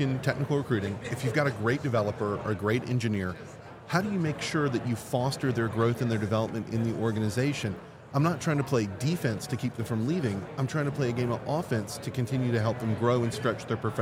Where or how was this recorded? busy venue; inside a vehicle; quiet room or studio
busy venue